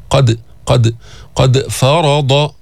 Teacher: جبنا القلقلة نبرة في مخرج الحرف، لأن حروف القلقلة هي حروف جهر وحروف شدة، الدال منها سكن الحرف بتجيب القلقلة.